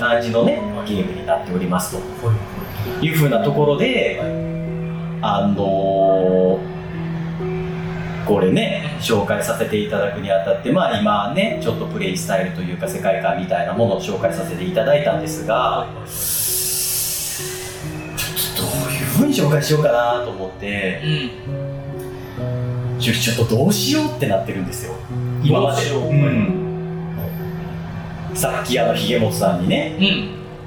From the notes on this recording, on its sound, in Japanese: 録音環境が騒がしく編集・調整しておりますが、少し聞きずらい所がございます。